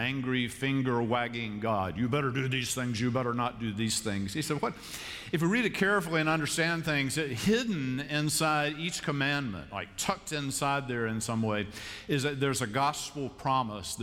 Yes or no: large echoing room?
yes